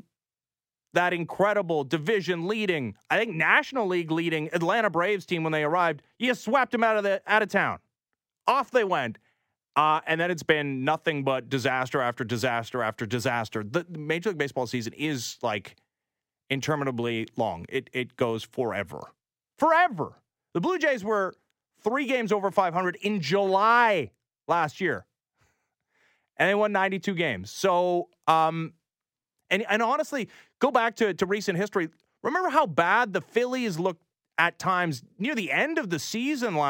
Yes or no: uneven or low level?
no